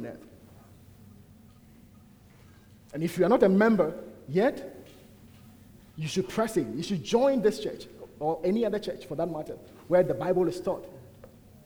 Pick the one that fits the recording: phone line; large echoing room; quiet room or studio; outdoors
large echoing room